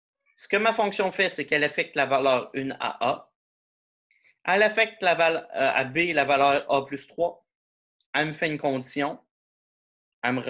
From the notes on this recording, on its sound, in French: cours en ligne sur Zoom